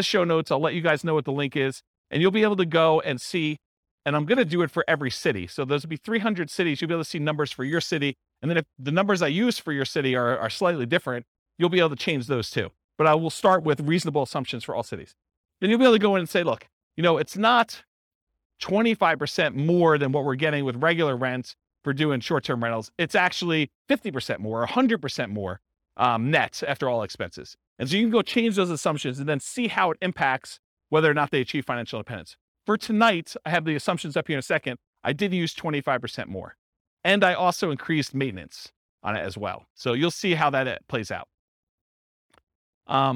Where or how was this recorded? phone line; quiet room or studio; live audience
live audience